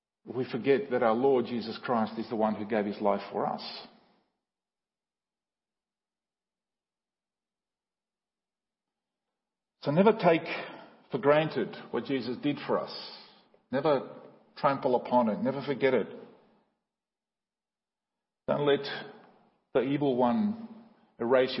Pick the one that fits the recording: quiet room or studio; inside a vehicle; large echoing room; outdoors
large echoing room